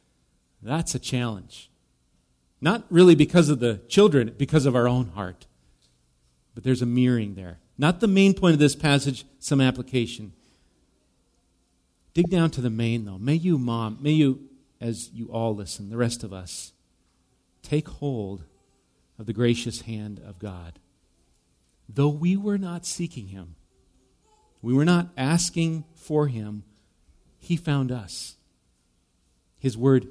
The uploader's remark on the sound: Recorded live at Bethany Bible Church on: 5/14/23. Bethany Radio is a production of Bethany Bible Church in LeRoy, MN.